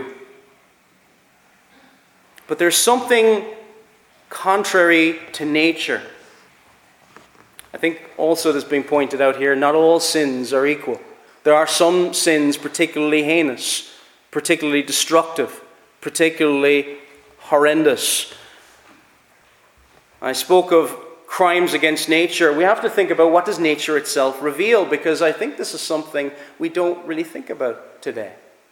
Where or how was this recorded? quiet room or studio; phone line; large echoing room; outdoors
large echoing room